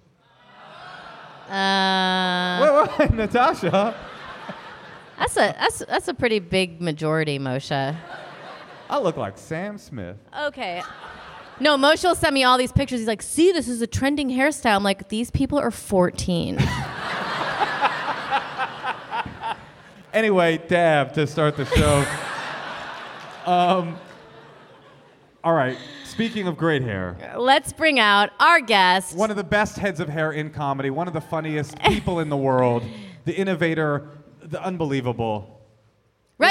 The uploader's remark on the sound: This week’s episode is the audio from our show at SF Sketchfest last weekend! They give advice to three live couples.